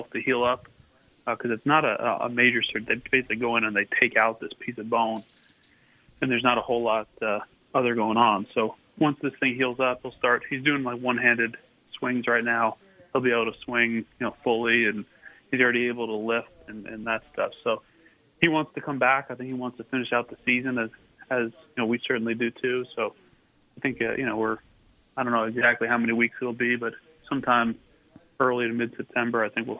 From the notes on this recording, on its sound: called in today